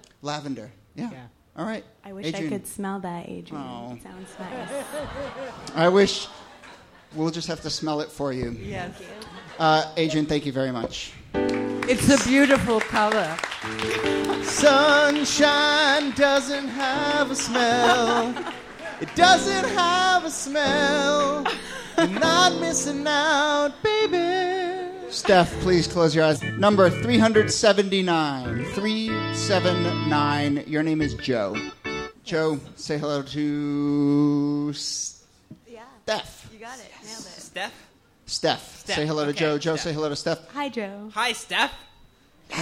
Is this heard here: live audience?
yes